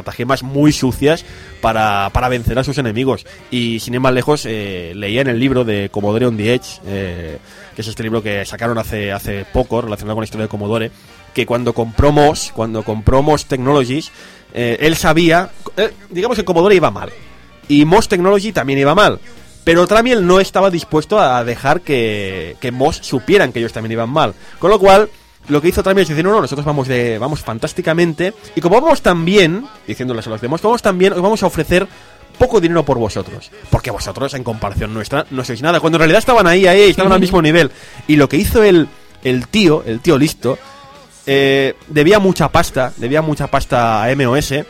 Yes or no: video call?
no